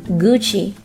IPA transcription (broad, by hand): 'guttʃi